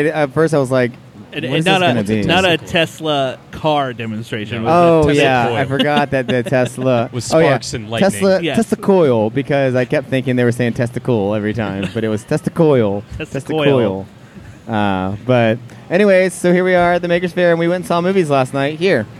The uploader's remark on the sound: The Cincinnati Mini Maker Faire Live! Podcast live from the faire Sunday afternoon!